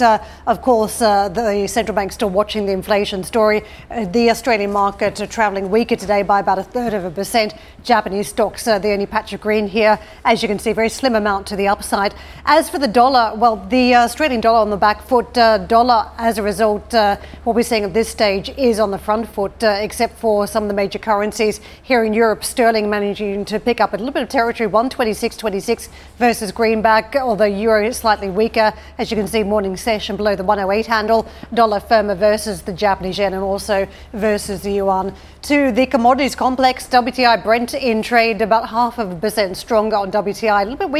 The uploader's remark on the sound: we are live at the IAA in Munich